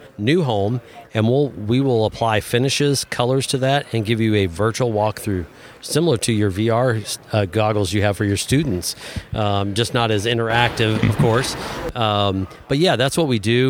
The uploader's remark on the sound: On site at the Springfield Area Home Builders Home Expo.